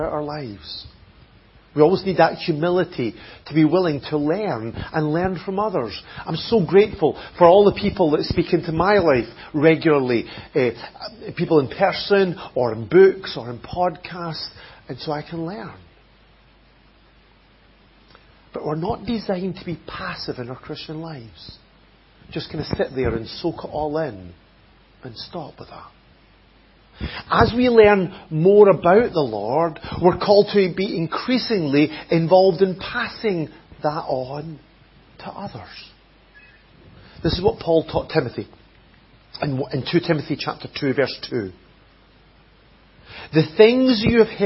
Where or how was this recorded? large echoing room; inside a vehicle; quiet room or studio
large echoing room